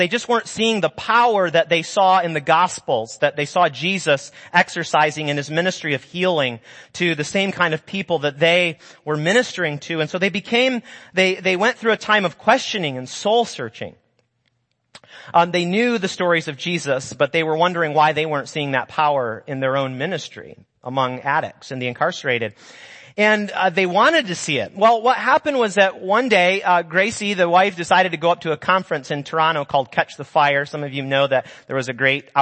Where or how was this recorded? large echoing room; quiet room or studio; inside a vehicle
large echoing room